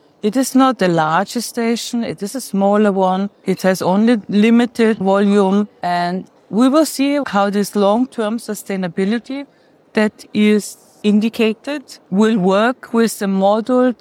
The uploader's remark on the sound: During the opening of the exhibition Room with a View in the Science Corner at the Technical Museum in Vienna in March 2023. Space Café Radio - Room with a view.